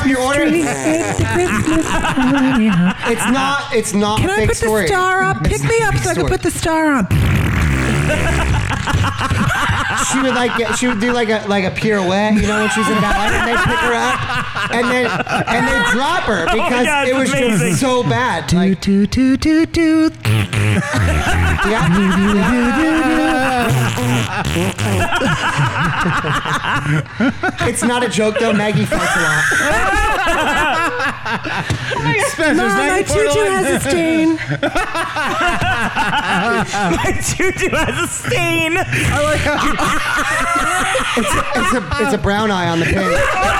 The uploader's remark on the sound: LIVE From Jersey Girl Brewing. A live show from Jersey Girl Brewing in Hackettstown, NJ.